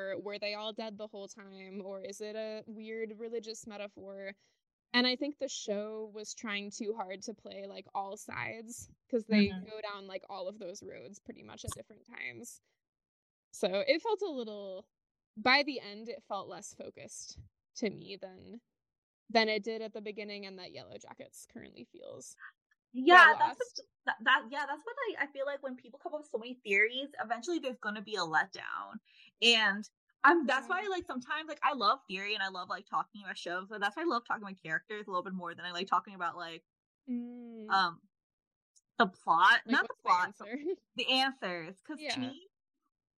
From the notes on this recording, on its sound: If the audio isn’t better next episode. While suffocating under her weighted blanket.